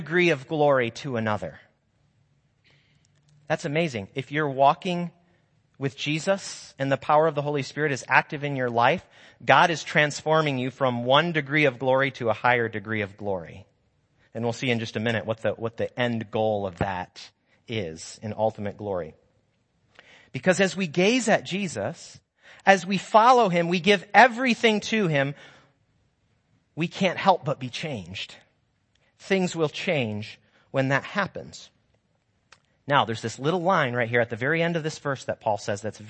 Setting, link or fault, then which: setting, large echoing room